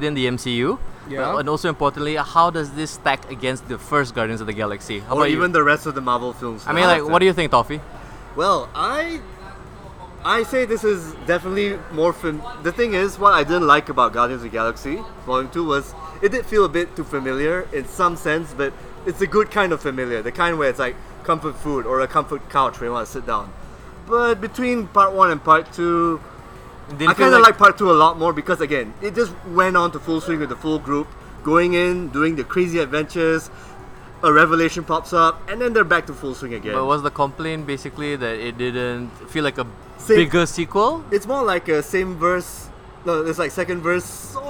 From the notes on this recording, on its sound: This episode was recorded live during a thunderstorm from the carpark of the cinema so apologies for the sound quality.